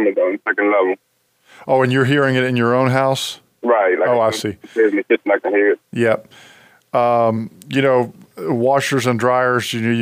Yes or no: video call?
no